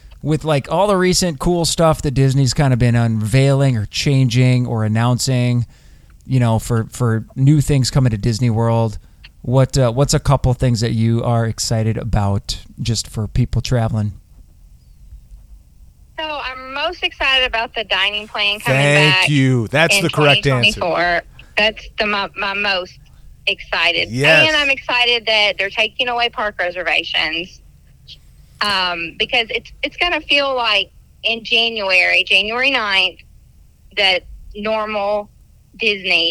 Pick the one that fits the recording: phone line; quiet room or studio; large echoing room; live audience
phone line